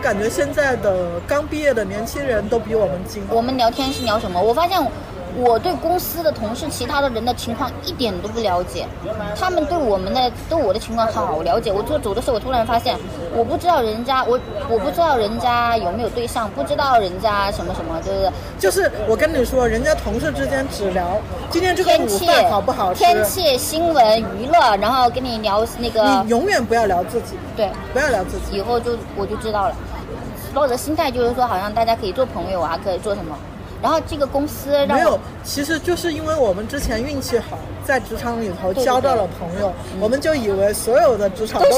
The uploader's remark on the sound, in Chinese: 室外录音，尝试降噪后声音古怪，保留了咖啡店杂音。